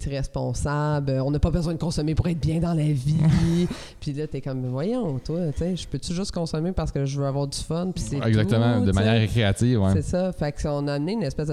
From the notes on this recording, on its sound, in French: Le podcast a été enregistré en juillet 2021 à la microbrasserie le Boquébière au 50, rue Wellington Nord à Sherbrooke